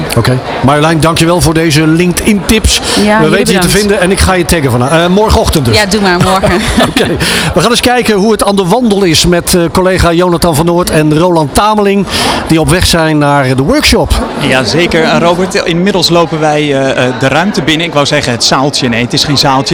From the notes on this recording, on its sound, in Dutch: Op 15 april werd ondernemerschap in het zonnetje gezet op de Dag van de ZZP’er 2023. Vanaf de locatie, Hart van Holland in Nijkerk, deed De Ondernemer live verslag van hét evenement voor zelfstandig ondernemers.